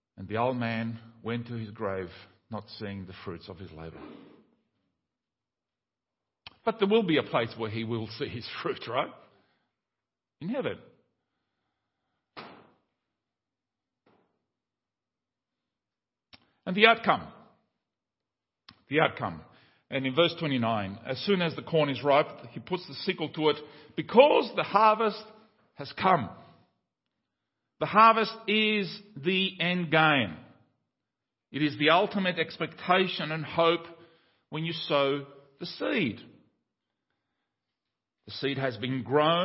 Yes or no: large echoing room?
yes